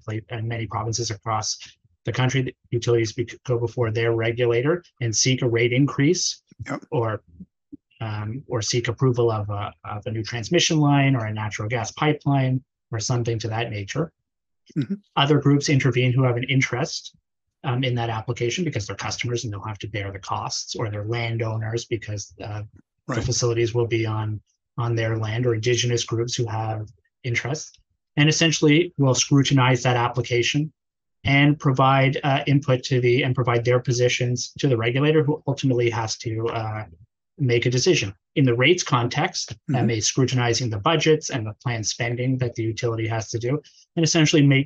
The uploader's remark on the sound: on Zoom